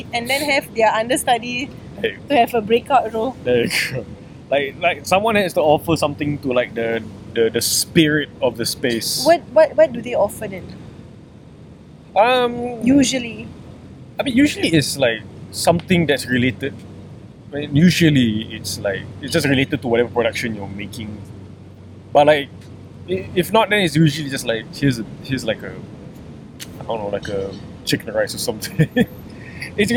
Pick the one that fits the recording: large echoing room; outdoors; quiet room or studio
outdoors